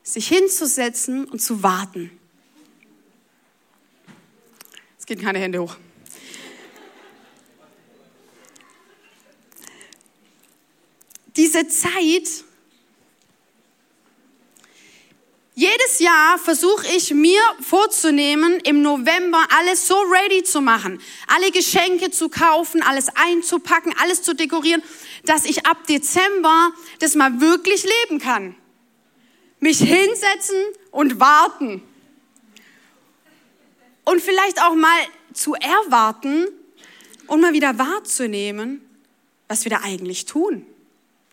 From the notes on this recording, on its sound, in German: Audiomitschnitt der Predigt